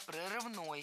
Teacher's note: Прорывный, неверно, правильно, прорывной. Ударение в этом прилагательном падает на окончание.